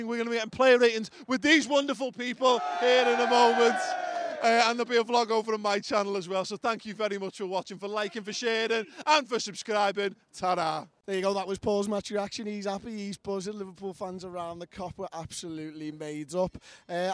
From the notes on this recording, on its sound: Join us outside Anfield